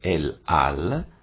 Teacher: voi non riuscite a sentire il suono della Ain. In realtà però questa parola, questa lettera, un suo suono lo aveva e è rimasto nel giudaico romanesco.